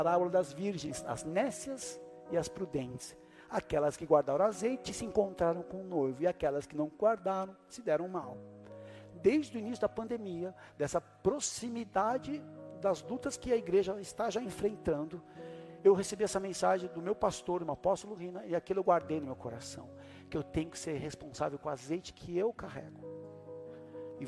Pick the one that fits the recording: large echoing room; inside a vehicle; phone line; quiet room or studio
large echoing room